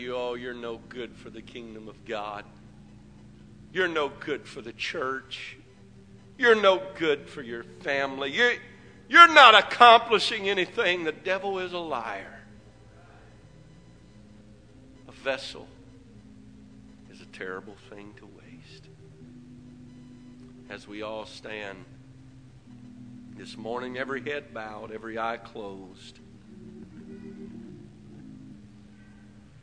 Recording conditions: large echoing room